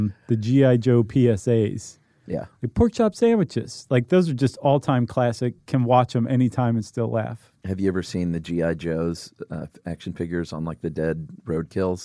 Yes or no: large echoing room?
no